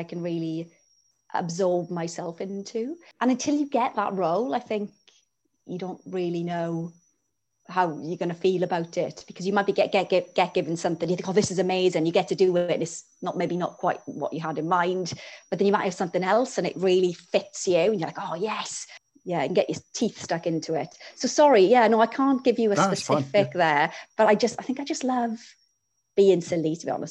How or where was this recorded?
video call